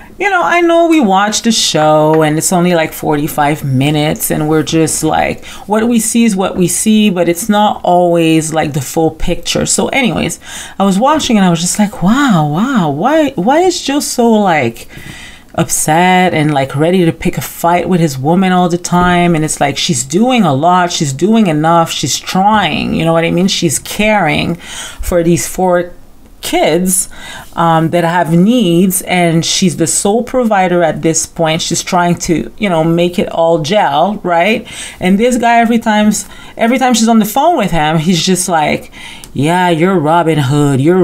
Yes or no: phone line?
no